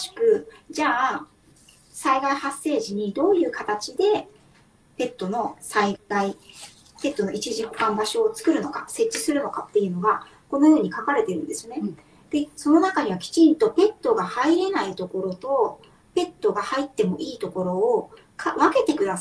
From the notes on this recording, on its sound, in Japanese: インスタライブの音源公開となります。録画の録音につき 音質が良くない点はご容赦ください。